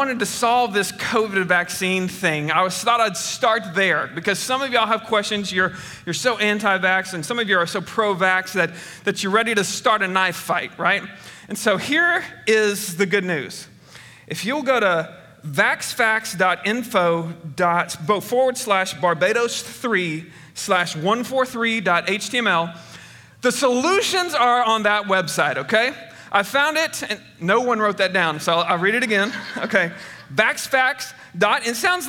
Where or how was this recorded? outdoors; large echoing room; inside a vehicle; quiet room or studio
large echoing room